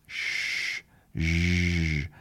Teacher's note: We're just turning on and off that voice. · Term: voiced zh